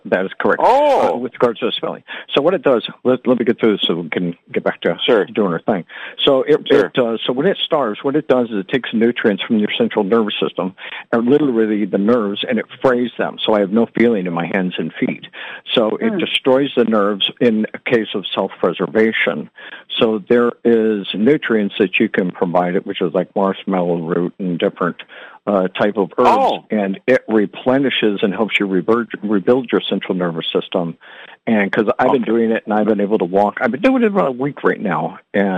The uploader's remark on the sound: Conference Call LIVE